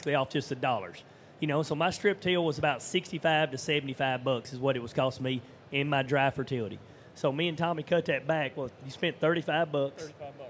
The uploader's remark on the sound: panel discussion at 2023 Commodity Classic